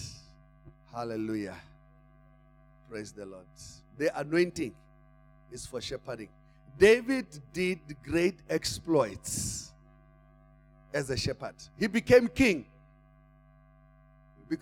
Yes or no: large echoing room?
yes